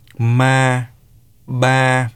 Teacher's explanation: The mid-level tone has a pitch starting at the midpoint of the normal speaking voice range and remaining stable during the pronunciation of a syllable. It is very important to keep the mid-level tone at the same pitch level in the flow of speech when pronouncing the syllables having this tone, without any fluctuation.